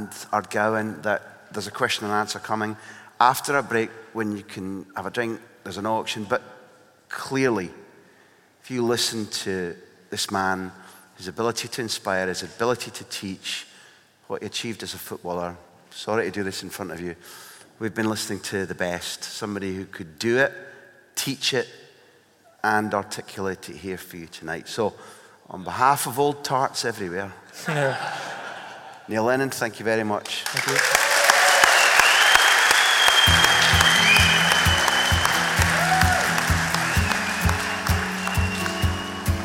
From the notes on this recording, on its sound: We recorded our first live Big Interview just before Christmas. Greenock Town Hall. It was a special event. To help raise funds for Ardgowan Hospice.